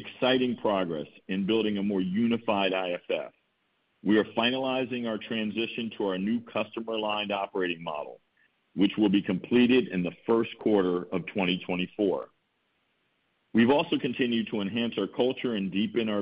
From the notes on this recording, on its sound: Q2 2023 Earnings Conference Call.